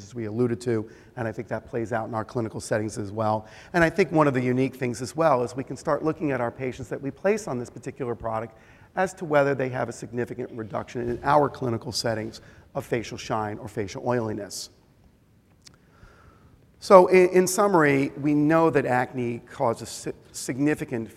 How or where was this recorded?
live audience